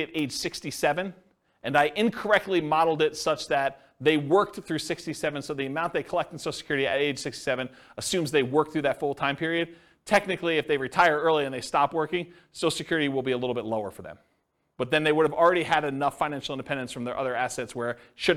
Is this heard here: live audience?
yes